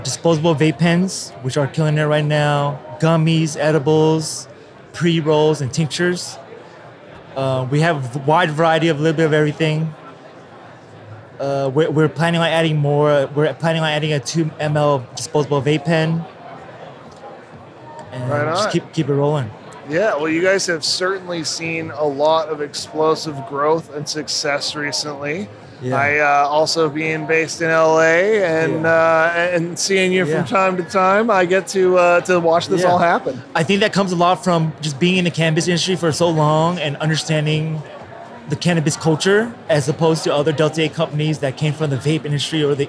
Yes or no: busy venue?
yes